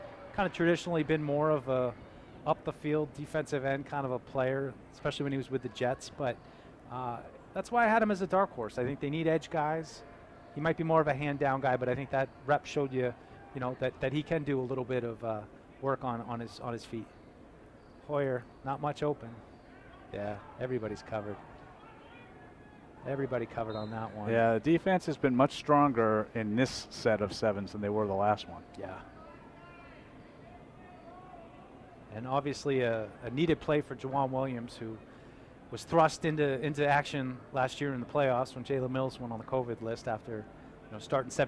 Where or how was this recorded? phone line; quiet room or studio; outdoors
outdoors